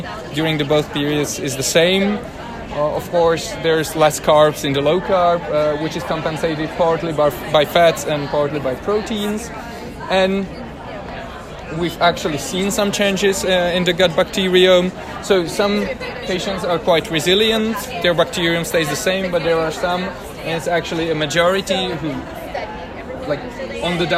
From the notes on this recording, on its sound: recorded during the ADA 2023 Conference